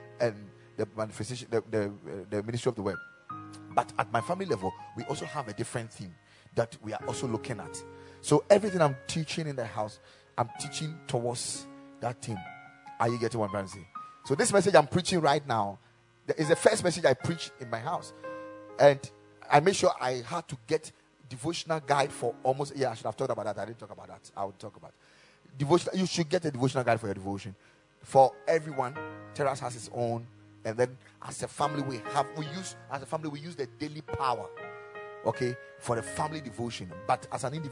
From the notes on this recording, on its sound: Preached at the Ekklesia Chapel.